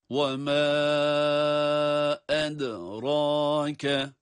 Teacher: dal harfi kalkale ile ve ince